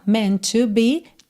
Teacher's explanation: meant to, você junta num T só